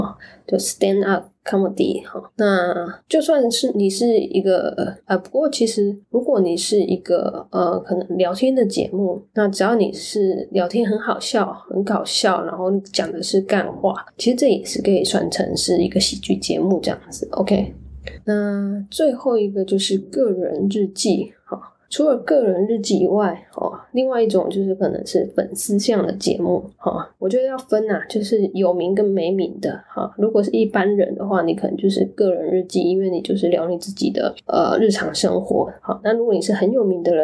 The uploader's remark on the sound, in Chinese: 本集錄音沒開到麥克風，變成用Mac筆電內建麥克風錄音。